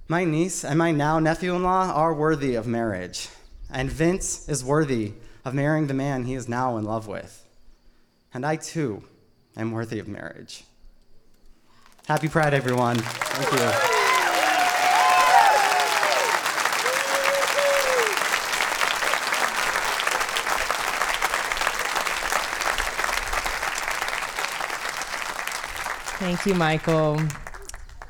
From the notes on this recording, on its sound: Told live on stage and without notes.